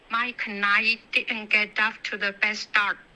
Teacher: 你的喉音停顿到位，okay?是对的，didn't.